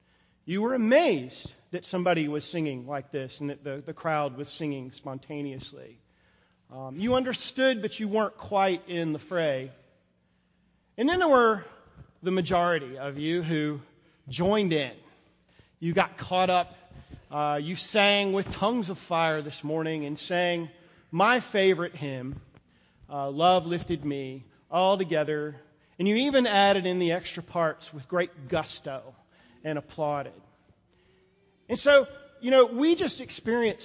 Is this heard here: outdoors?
no